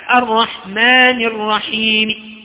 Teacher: سآتي ببعض حركة الكسرة، ولا أمد أكثر من حركتين اثنين اللي هو المد الطبيعي، فسوف أقول مثلا الرحمن الرحيم. · Term: الروم